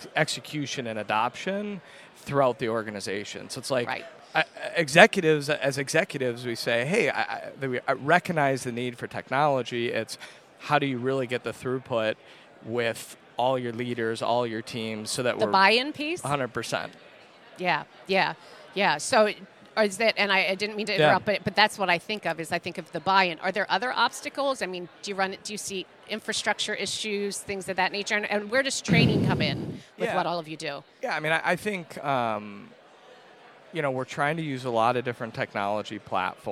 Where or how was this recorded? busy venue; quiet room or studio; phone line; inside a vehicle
busy venue